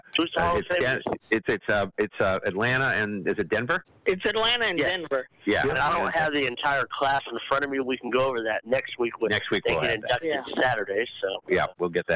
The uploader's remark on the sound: The Sports Lounge Live where we discuss all things sports and take your live calls.